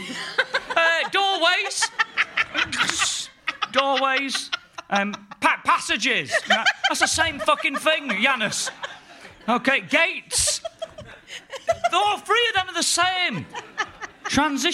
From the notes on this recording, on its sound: Live at the London Podcast Festival 2023. Live from the London Podcast Festival in Kings Place. Recorded by London Podcast Festival and edited by Aniya Das for Plosive.